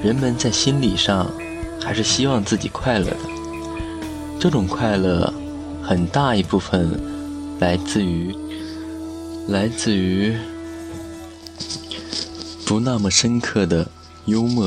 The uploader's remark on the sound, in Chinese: 边走边聊着